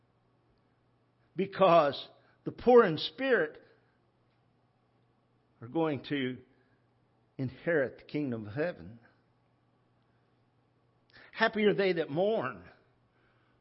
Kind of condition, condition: setting, large echoing room